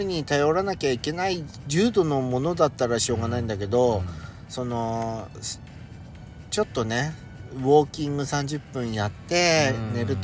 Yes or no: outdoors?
yes